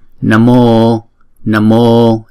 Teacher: chữ ô là diphthong, chúng ta kéo dài hai nhịp